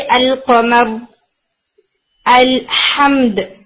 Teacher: इसको इजहार करके पढ़ेंगे, इजहारुल कमरी. जी, लाम जो है वो क्लियर करके पढ़ा जाएगा